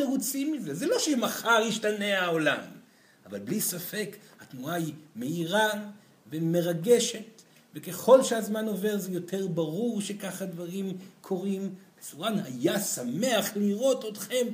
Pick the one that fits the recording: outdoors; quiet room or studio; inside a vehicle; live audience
live audience